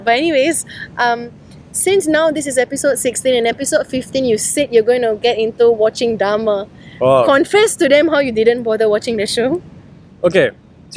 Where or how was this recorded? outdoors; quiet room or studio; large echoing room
outdoors